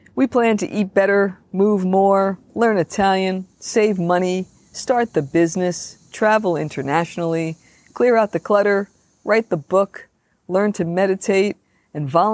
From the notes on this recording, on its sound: Walking the Talk Vancast , a portable episode that’s informal and casual, recorded on the go. Wellness Wednesday Vancast. This show is a Walking the Talk Vancast , a portable episode that’s informal and casual, recorded on the go.